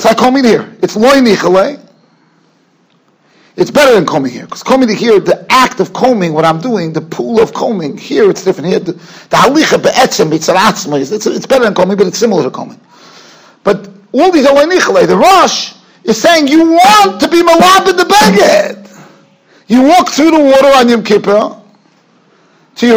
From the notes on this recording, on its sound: Shiur recorded in Yeshivas Ohr Reuven, Monsey, NY.